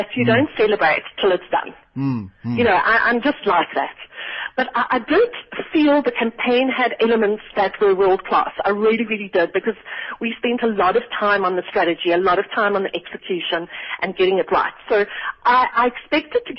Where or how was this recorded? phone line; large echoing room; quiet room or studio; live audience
phone line